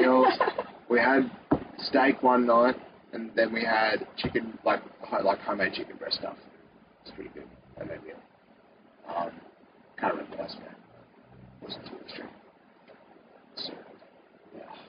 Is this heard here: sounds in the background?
yes